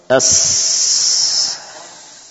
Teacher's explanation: mengalir nafas, mengalir saut, ya, melewati celah-celah yang sempit, ya, antara gigi-gigi seri atas dan bawah. · Dan ciri khas dari sin adalah tadi suara yang khas ini namanya sofir, ya. Sofir, suara desis yang khas pada sin itulah yang dinamakan dengan sofir. Yang tidak ada pada huruf-huruf selain ini, sin, sad, wa zai, ya.